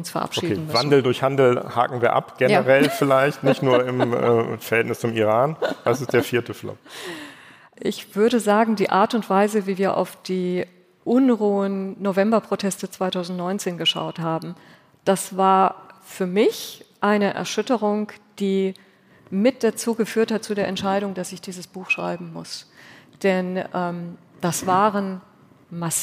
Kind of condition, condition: setting, live audience